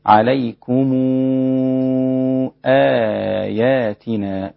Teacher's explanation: فإذا كان بعد الميم همزة مد ورش هذا المد 6 حركات بالإشباع